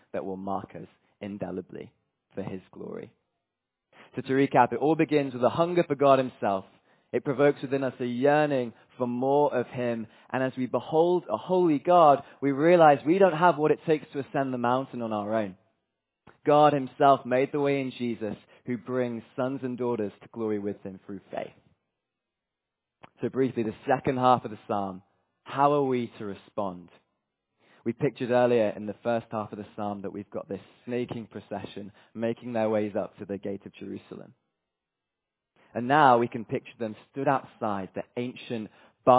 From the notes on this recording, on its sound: From Emmanuel Church Durham on Sunday 25th June, 2023, as we were joined by delegates from the ‘Revive Our Hearts Europe’ conference.